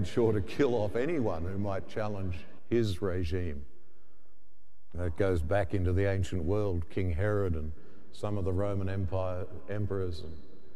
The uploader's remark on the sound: The homily from Sacred Heart Cathedral, Hamilton